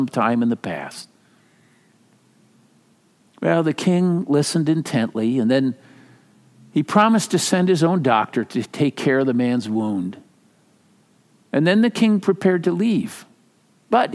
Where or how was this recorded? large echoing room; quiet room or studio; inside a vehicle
large echoing room